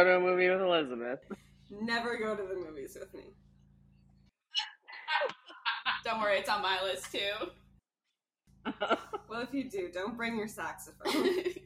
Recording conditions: poor sound quality